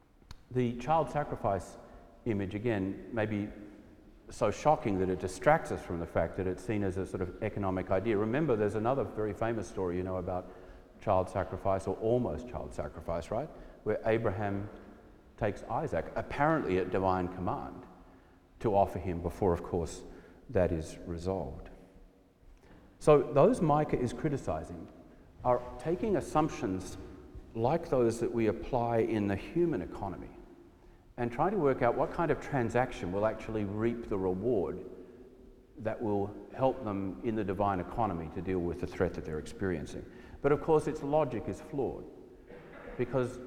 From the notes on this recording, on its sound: preached at our celebration of the Holy Eucharist on the Fourth Sunday after the Epiphany